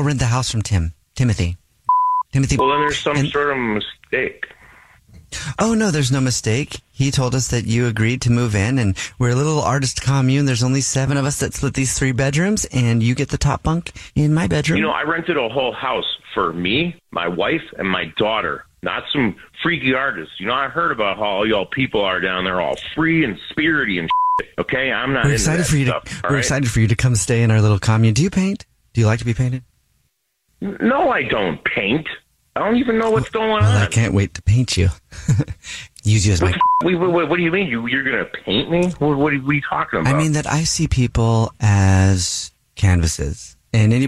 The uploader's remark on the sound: phone prank style